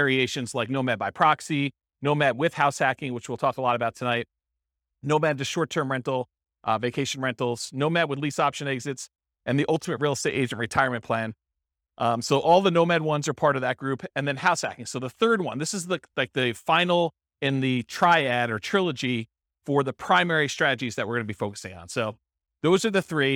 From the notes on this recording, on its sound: This was a live class recorded